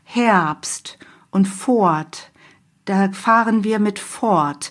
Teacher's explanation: Also sprich dieses R, Fort, wird eher zu einem A.